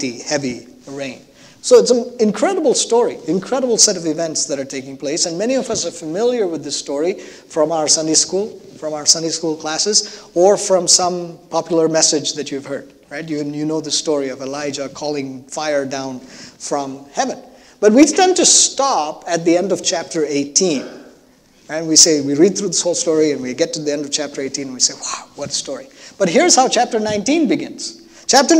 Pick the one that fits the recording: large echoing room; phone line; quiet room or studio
large echoing room